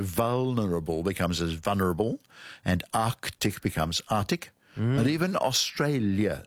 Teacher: when we go fast and we've got two consonants together, we tend to lose the first one